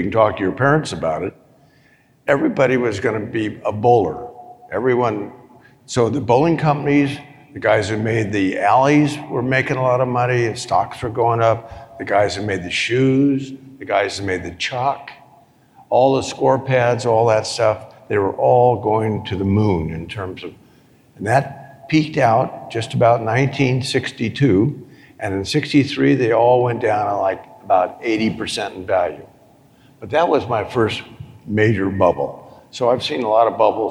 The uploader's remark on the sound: on the stage at the Money 2020 conference in Las Vegas